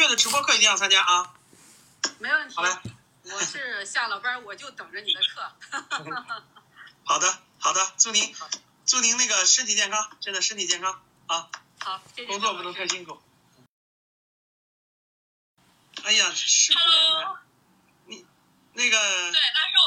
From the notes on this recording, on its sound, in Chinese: 录音：跟学员连麦直播现场